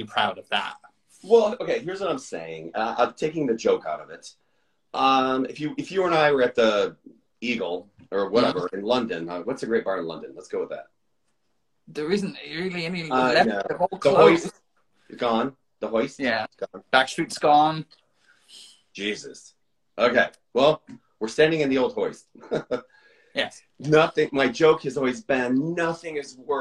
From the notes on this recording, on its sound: Recorded on 10 March 2023 on Instagram Live